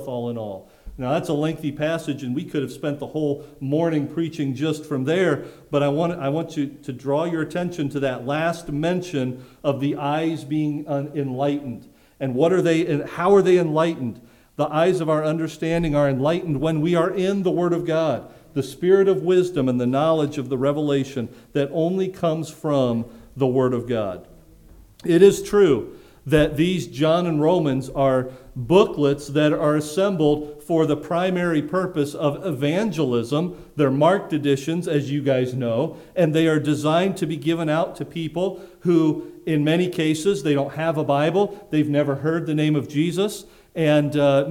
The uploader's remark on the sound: preached at Lighthouse Baptist Church in Schenectady, New York